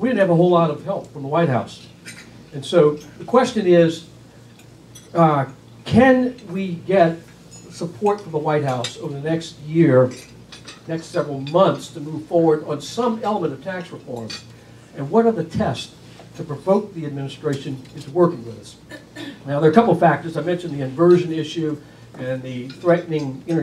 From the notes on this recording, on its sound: WASHINGTON, DC. Appeared at a breakfast meeting of The Ripon Society, delivering remarks.